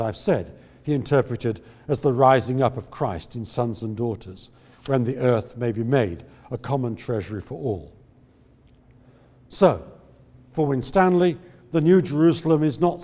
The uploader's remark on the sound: The David Nicholls Memorial Lecture 2016, Regent’s Park College, Oxford, 10th October 2016